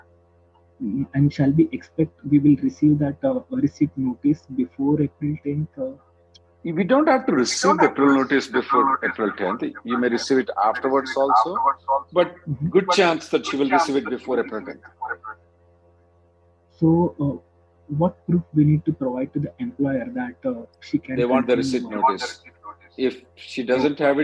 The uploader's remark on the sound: Conference Call Mar 27th 2023